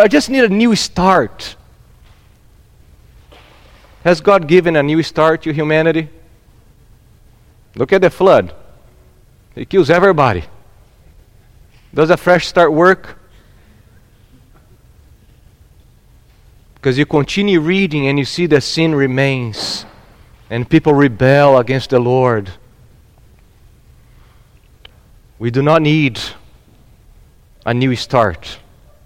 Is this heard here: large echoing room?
yes